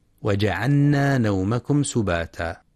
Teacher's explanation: واحرص على السكون في جعلنا، أي سكون اللام وإظهارها